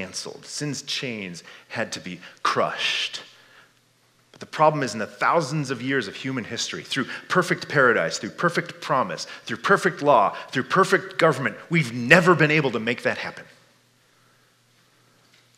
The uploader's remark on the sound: This message was given at Fall Conference 2022. Stonebrook Community Church in Ames, IA.